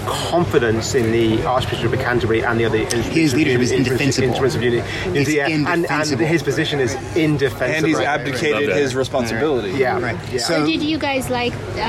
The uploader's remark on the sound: On Location at GAFCON23 (Day 5)